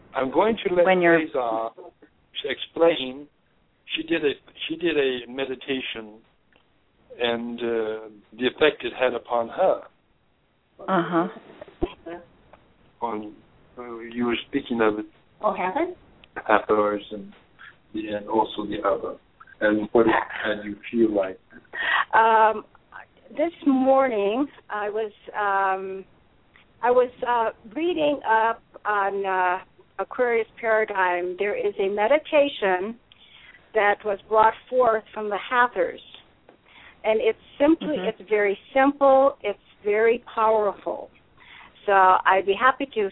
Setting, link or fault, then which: link, phone line